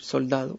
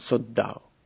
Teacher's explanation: Entonces, en vez de decir soldado, muchas personas lo que hacen es que doblan la D. La L se asimila a la D · Shown in: second take · Term: geminación de consonantes